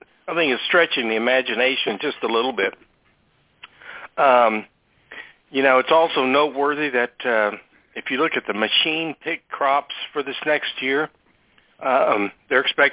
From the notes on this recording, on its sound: Monthly Conference Call